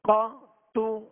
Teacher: قاف پر زبر ہے، آواز اور منہ کھول کر مگر بغیر کھینچے بغیر جھٹکا دیے